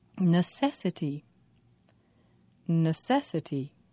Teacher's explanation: Four syllables, and the stress is on se.